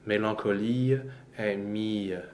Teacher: However, in the piece and in poetry, the schwa again can be pronounced and in this case, they're very short schwas, so not a lot of weight on them · the schwa almost becomes a release of the previous vowel